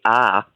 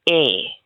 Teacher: In Dundee, they would say eh. So that vowel is completely different. · Shown in: second take